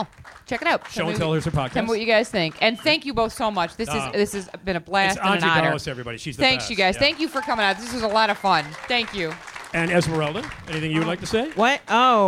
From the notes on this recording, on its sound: Recorded at Zanies Comedy Club in Rosemont, Illinois. The show includes hilarious audience interaction. The classic “Screaming Guy” sound effect is played for the crowd.